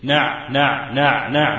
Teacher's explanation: شوف، أدنى الحلق إحنا تكلمنا عن منطقة الوسط، عين والحاء. خد بالك، العين الفصيحة أعمق من العين المعتدلة